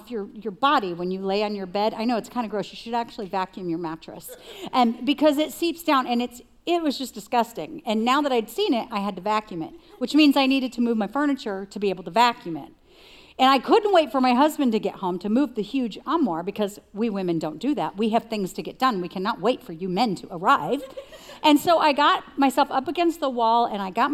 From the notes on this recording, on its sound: Recorded live at CrossWinds Church.